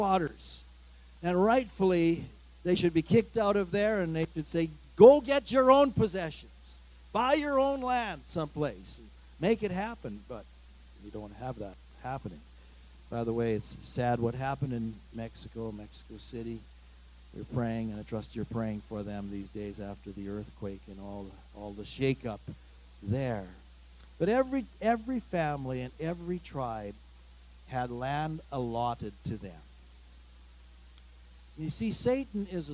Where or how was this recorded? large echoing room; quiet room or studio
large echoing room